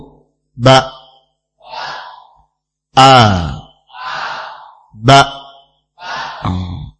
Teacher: Makhrajnya sama dengan huruf H, pangkal tenggorokan. Sifatnya, di antara sifat alif atau hamzah adalah syiddah, tertahan. Tertahan tetapi tidak memiliki sifat hams, juga tidak memiliki sifat qalqalah, hanya tertahan saja.